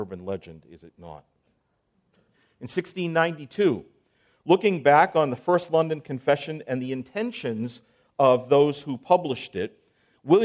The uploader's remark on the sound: On January 16, 2024 at the IOPT Pre-conference on A Time For Confessionalism, preceding the 2024 National Founders Conference in Southwest Florida.